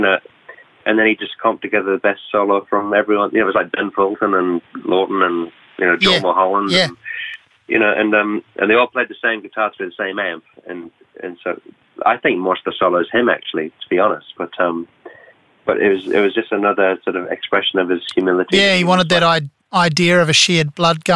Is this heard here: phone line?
yes